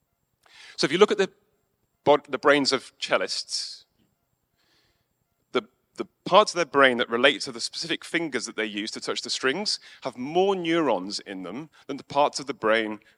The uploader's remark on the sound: Crafty Fest 2023 Keynote. Delivered at Crafty Fest in June 2023.